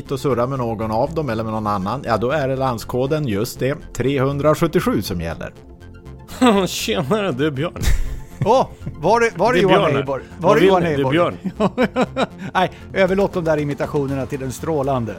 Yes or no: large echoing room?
no